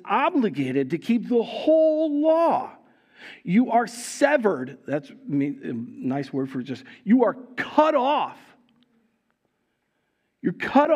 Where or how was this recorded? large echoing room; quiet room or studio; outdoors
large echoing room